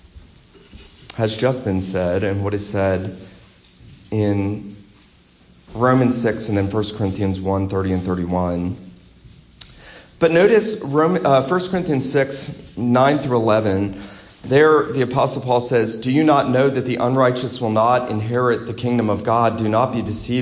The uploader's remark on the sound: This lecture was given at Wayside PCA's Reformation Conference.